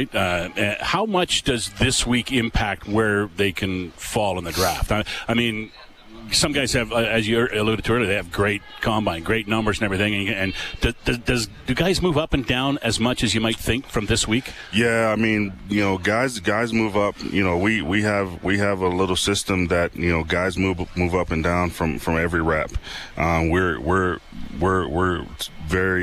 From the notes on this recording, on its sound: LIVE from the 2023 CFL Combine. LIVE from Commonwealth Stadium for the 2023 CFL Combine.